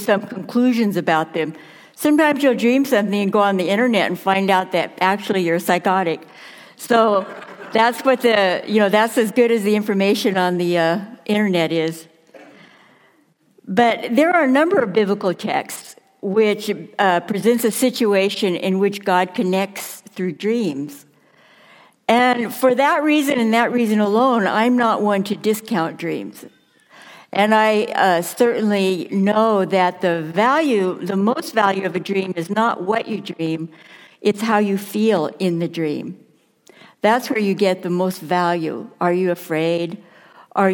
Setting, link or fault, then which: setting, large echoing room